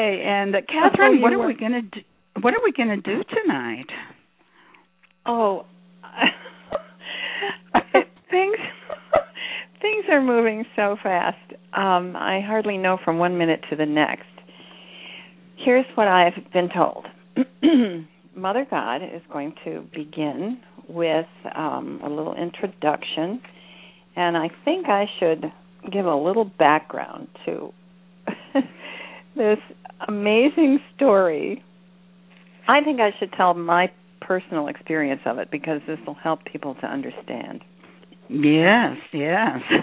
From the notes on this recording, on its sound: In this capacity she will do a channeling session live so that callers can call. Personal responses to callers during the special call-in segment. This radio show is an extension of the written messages.